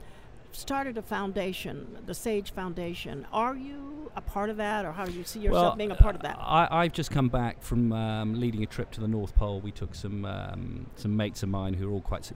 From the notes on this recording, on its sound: Live from #SageSummit on day 2. AS WE BROADCAST LIVE FROM THE SAGE SUMMIT 2015 IN NEW ORLEANS, LOUISIANA.